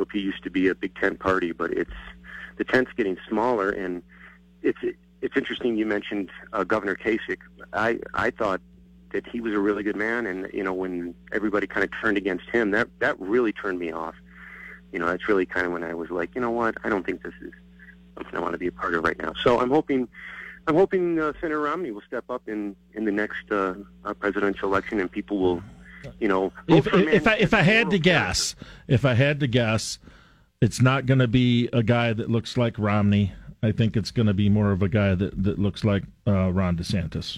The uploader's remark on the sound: takes your phone calls on News Radio KKOB